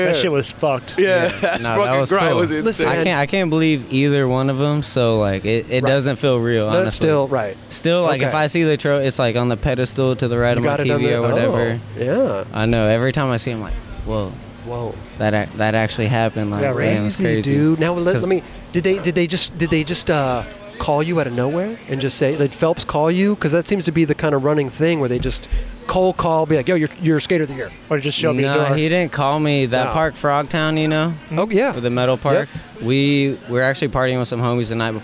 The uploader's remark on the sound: We were on location at the Diamond Supply Co & Thrasher Magazine’s Halloween Hellride.